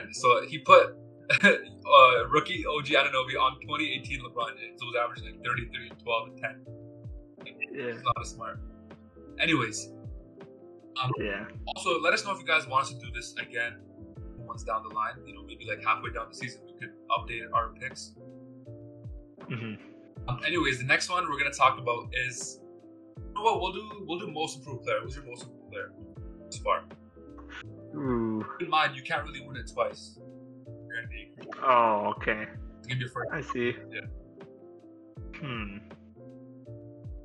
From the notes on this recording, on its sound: We also apologize for the poor sound quality.